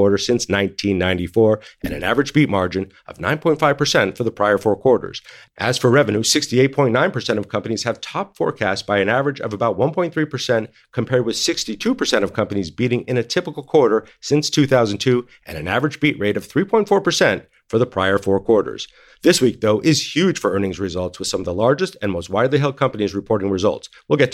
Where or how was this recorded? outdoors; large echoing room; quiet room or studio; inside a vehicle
quiet room or studio